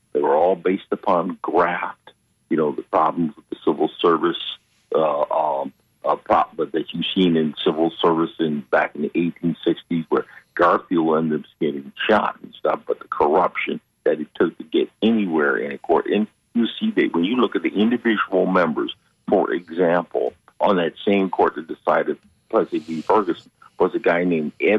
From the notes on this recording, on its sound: Unique magazine format call-in show.